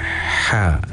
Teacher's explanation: Maknanya dia punya angin dahulu, baru dibunyikan dia · Term: ha nipis